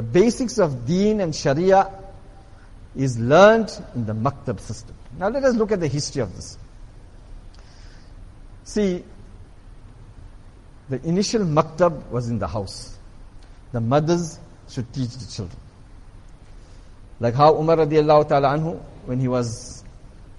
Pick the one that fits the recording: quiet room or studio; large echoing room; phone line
large echoing room